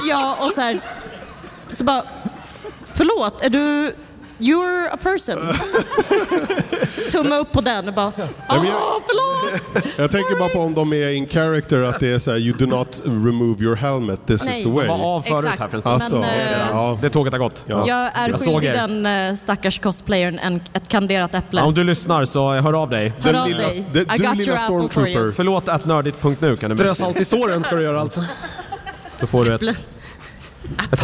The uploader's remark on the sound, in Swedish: Den som spelades in live på Comic Con Stockholm 2023. Spelade vi in livepodd inför publik på Comic Con Stockholm på Älvsjömässan.